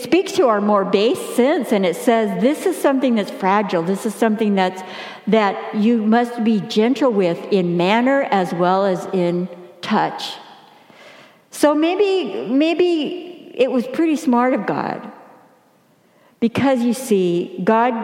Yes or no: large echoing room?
yes